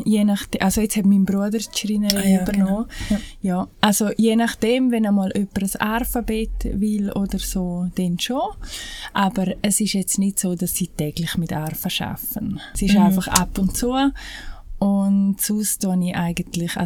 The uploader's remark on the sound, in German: Leider ist die Audio/Aufnahmequalität in dieser Episode nicht optimal da viel Umgebungslärm vorhanden war. Leider konnte in der Nachbearbeitung nicht alles rausgeschnitten werden.